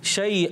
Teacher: एक अलिफ का नाक में आवाज़ लेकर जाएंगे और गुन्ना अदा करेंगे